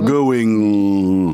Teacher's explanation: Если у вас приподнят вверх язык к мягкому небу, ну, знаете как, вы в английском языке произносите э, инговое окончание. Going да, и вот вы звучите уже в нос.